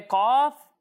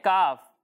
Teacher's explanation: قاف کو پر پڑھنا ہے اور کاف کو باریک پڑھنا ہے